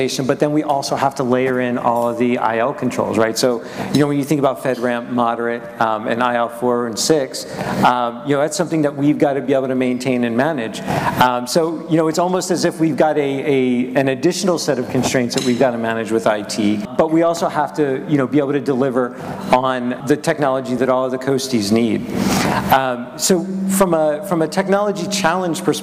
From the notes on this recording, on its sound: At ACT-IAC’s Emerging Technology and Innovation Conference